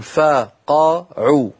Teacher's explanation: هو ما نسميه تساوي أزمنة الحروف المتحركة